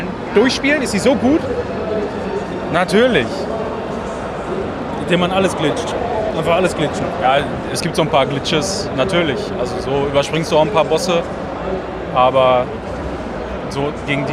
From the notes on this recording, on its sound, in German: Wir waren auch vor Ort und berichten euch in dieser Episode live, über unsere Eindrücke der Gamescom 2018